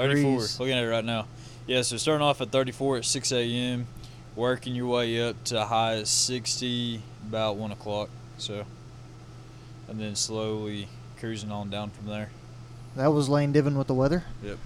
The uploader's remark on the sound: The episode is recorded on the Huntsville State Park grounds